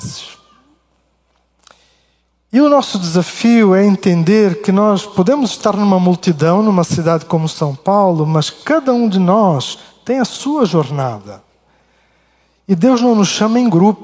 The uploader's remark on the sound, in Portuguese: Culto Ao vivo IBMorumbi